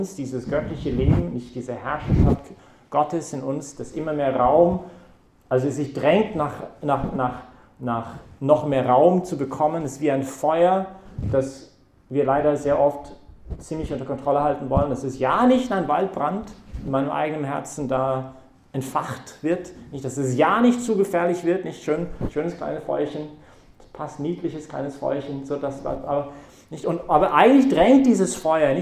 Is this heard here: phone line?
no